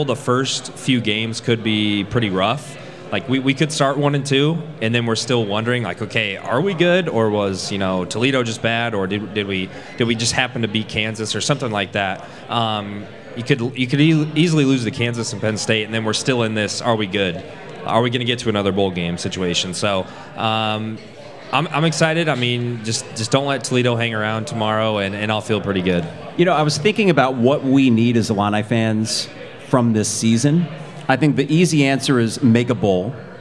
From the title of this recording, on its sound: Live from Pour Bros. Craft Taproom